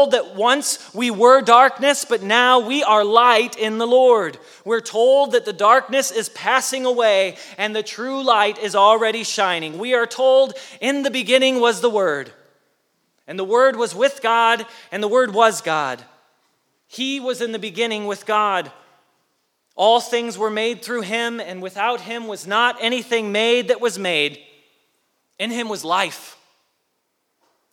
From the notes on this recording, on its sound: Message Preached at Valley Creek Church